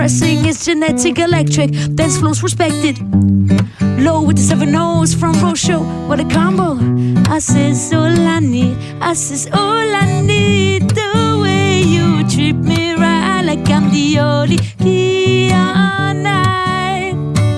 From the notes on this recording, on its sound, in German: Hörorte, Kloster Wettingen. Sendete in dieser Woche live vom Ufer der Limmat.